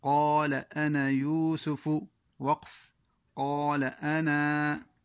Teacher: ثم يأتينا الوقف على أنا ولكن بإثبات الألف